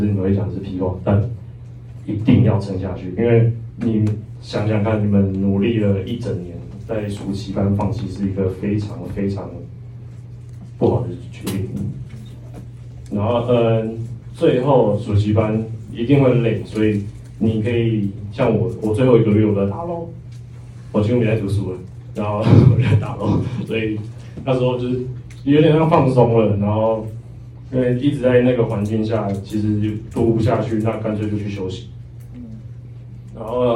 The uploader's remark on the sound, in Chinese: 課堂現場錄音 音質不佳 還請包涵。